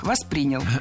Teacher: Ударение в глаголе ставим на второй слог